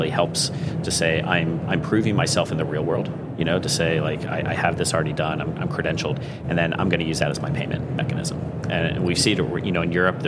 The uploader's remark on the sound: LIVE FROM MONEY 20/20